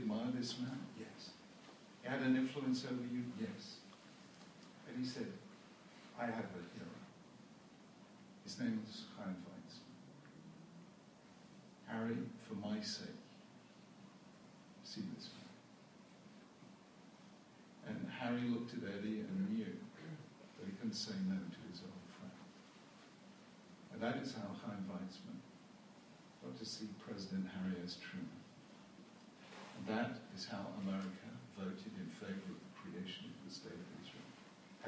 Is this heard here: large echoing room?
yes